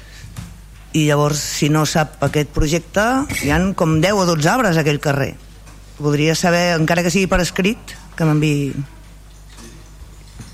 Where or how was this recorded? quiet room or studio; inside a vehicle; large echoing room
large echoing room